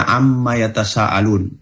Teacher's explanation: ada nun kemudian mim, nunnya dileburkan ke huruf mim dan nunnya tidak terbaca lagi, tapi dileburkan ke huruf mim dengan cara dibaca gunnah musyaddadah